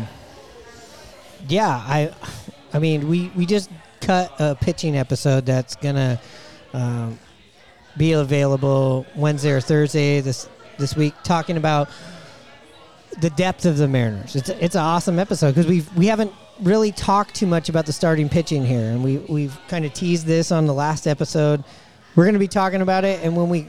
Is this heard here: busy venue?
yes